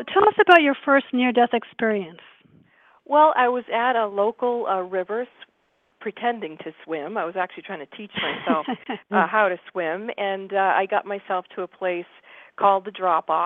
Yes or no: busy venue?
no